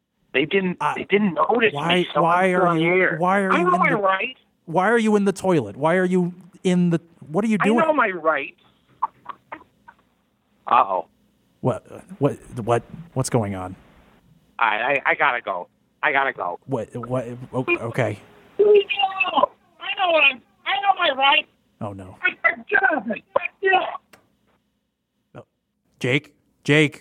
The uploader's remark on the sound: As listeners call in to voice their displeasure.